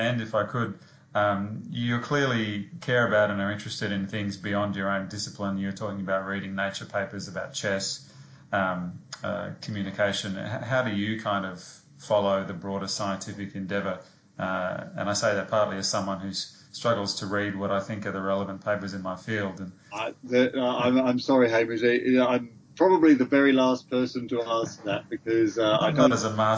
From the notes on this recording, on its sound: A cozy fire-side (ok, skype) chat